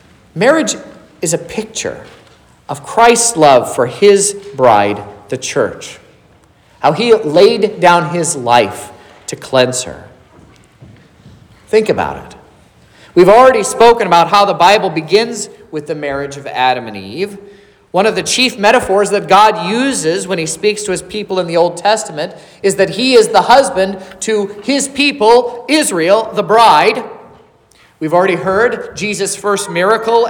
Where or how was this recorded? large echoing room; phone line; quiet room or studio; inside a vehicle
large echoing room